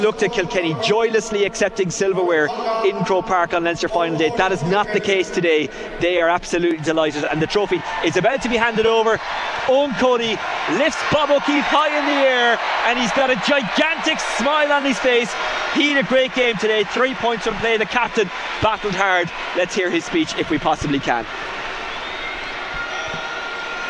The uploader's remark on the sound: as broadcast live from Croke Park